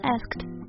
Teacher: 但其实只要在 ask 的基础上加一个清辅音 t 就好了，asked. Right.